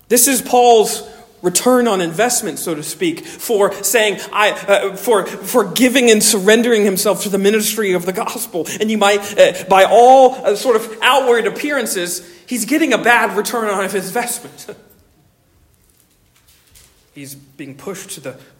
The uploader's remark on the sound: Originally delivered on 28 January 2024 at Stonington Baptist Church, Paxinos, PA. Originally delivered on 28 January 2024 at Stonington Baptist Church, Paxinos, PA.